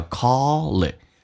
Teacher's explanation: 当它在连音的时候比如说 call 跟 it,那个 L 就发两遍